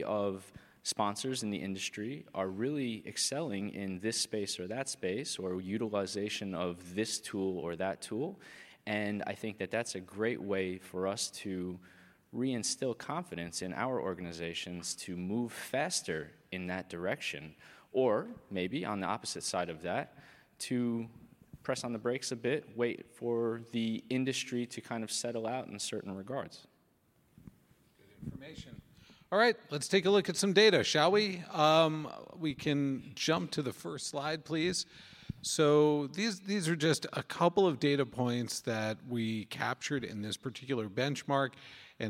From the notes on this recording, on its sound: This session was recorded at DPHARM 2022.